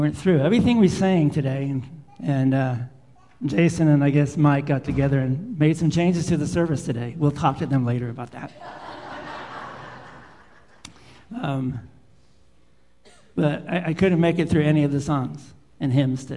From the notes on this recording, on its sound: Live Worship Service